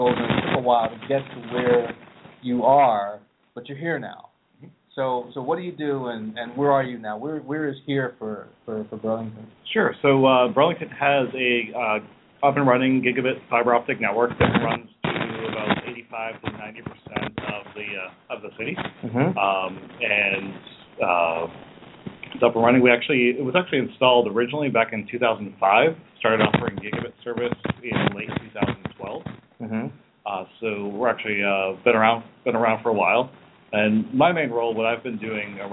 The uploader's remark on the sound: Interviews live from the Kansas City Gigabit Summit. Delegates from eight of the communities sharing their success stories with Summit attendees join us.